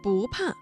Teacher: 这个词当中的不字在4声前要变成2声